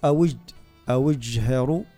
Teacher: أوج عندنا الجيم، حرف الجيم قفل المخرج مش بقاش الهواء خارج